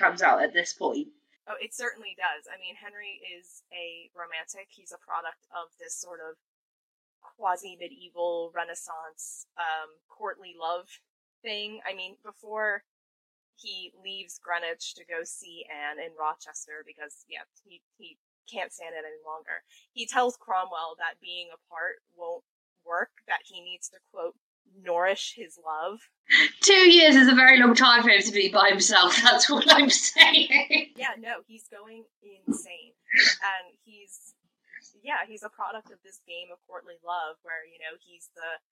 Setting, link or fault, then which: fault, poor sound quality